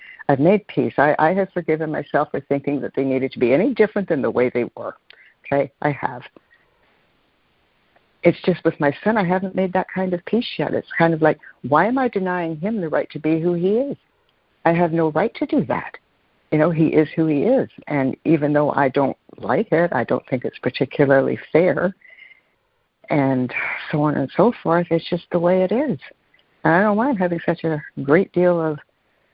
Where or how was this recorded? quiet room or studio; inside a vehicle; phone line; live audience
phone line